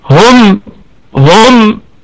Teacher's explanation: الميم في الدرجة الرابعة من درجات الغنة وصلا ووقفا · Term: ميم جمع